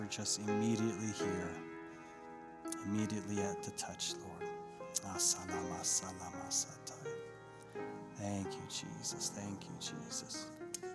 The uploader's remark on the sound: This sermon was recorded live on November 21st, 2021, at Newark United Pentecostal Church.